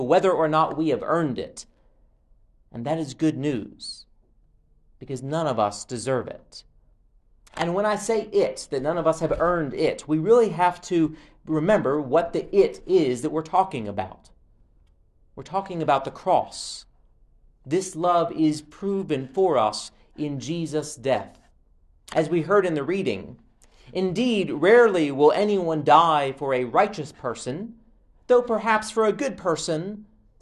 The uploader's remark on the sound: Preached at All Saints Episcopal Mission in Linville, North Carolina.